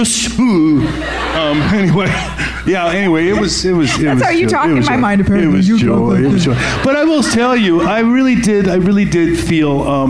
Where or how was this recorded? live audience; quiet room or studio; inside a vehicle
live audience